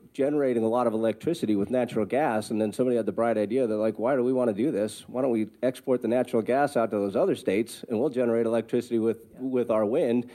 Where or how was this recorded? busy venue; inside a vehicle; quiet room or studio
busy venue